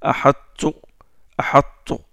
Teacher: Il est grossi, il est emphatisé un peu le ta. Il est proche du ta.